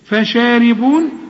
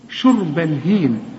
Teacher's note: برضو الحروف كلها مرققة بما فيهم الراء، الراء مكسورة